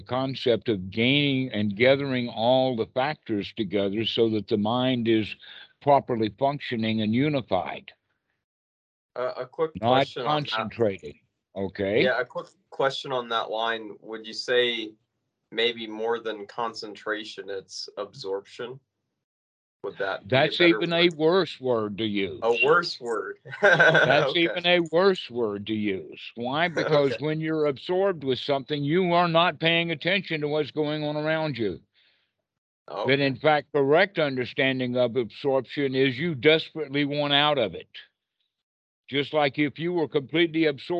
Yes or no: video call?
yes